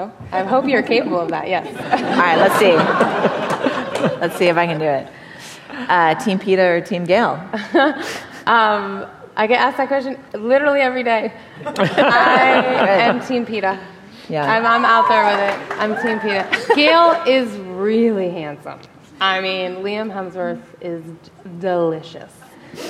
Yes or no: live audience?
yes